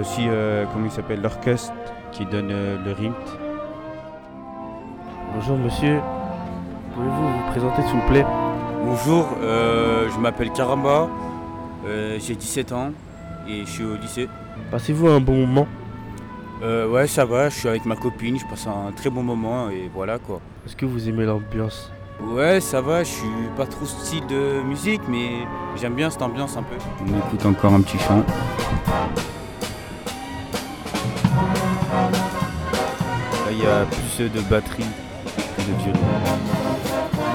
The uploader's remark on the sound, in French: Ils vous emmènent de la place Maréchal Lyautey jusqu’aux Terreaux à travers différents styles musicaux et au gré des rencontres avec le public et les artistes.